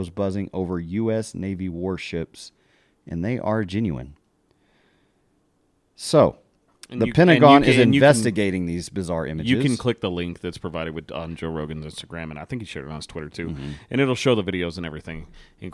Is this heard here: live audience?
no